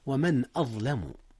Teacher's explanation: أظهرت النون قبل الهمزة، إذ الهمزة من أحرف الحلق ومن أحرف الإظهار.